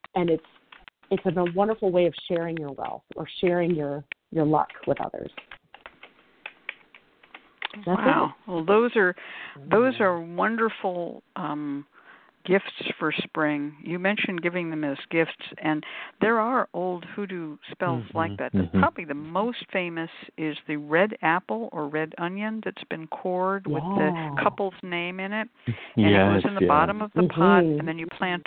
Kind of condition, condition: link, phone line